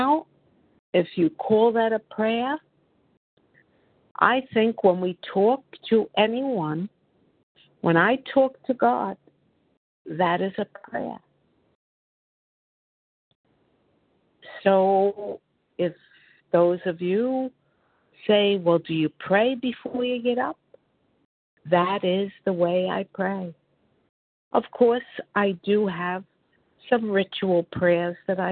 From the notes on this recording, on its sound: 100 Pounders Phone Meeting